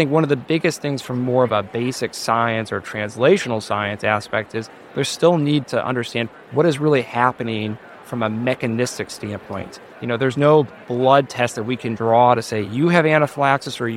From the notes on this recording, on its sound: at the Pediatric Academic Societies (PAS) meeting in Washington, DC, where we spoke with him